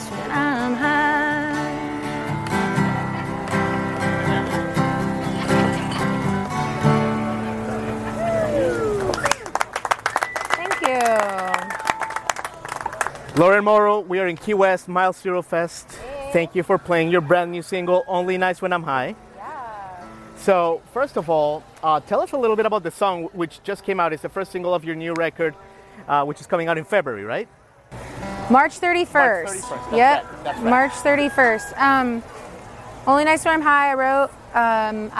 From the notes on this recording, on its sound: Live from Mile 0 Fest in Key West. Recorded in front of a Live audience at Smokin' Tuna Saloon in Key West, FL.